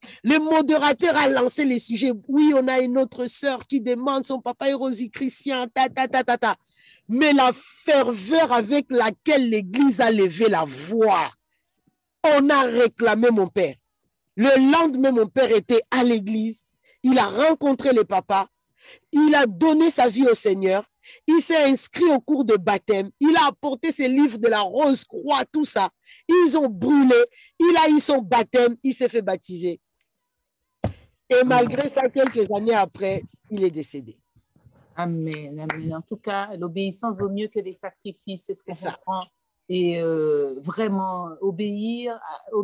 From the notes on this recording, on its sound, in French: Lors de notre dernier atelier sur zoom